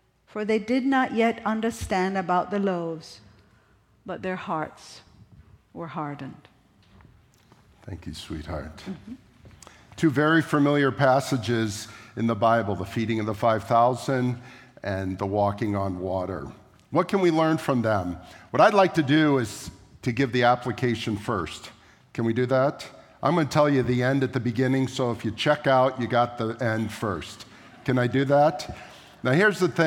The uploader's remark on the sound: at the March 19, 2023 Sunday morning services of Boca Raton Community Church in Boca Raton, Florida